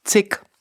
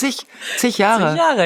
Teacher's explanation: Am Ende des Wortes IG wird wie ICH ausgesprochen. · Shown in: second take